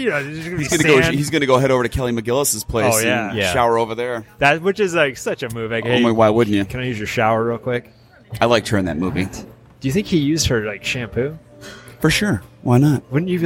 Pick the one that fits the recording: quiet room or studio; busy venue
busy venue